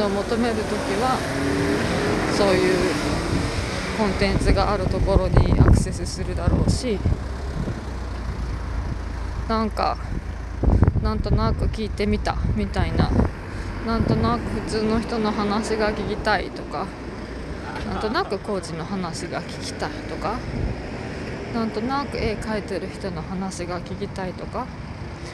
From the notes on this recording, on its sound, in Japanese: 雑音や風の音も入り聞きづらいところもありますが、ごめんなさい。